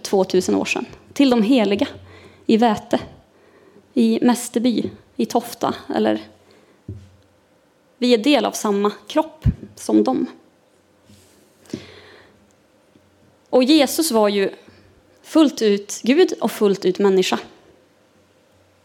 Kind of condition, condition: setting, large echoing room